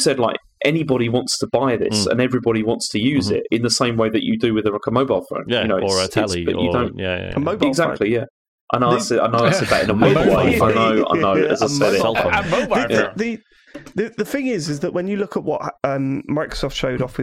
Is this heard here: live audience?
no